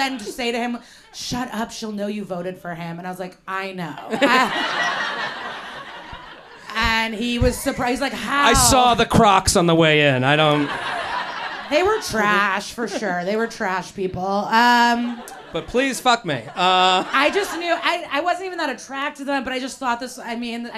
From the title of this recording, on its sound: LIVE At The Village Underground